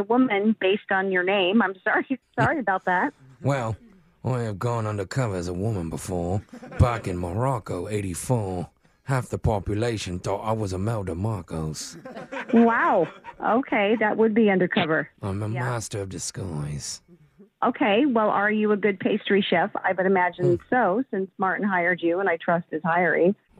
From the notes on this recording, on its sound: Phone Tap: Clovers Canollis.